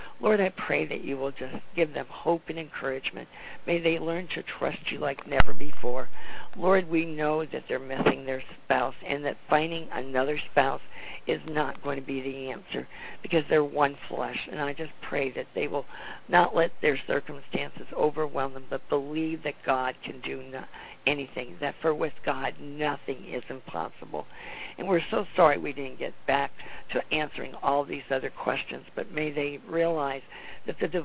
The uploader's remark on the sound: CONFERENCE CALL